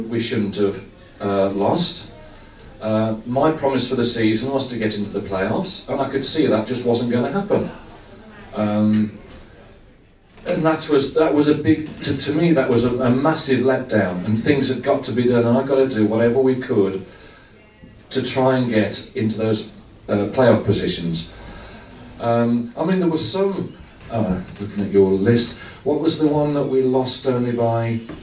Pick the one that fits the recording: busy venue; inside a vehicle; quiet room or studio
busy venue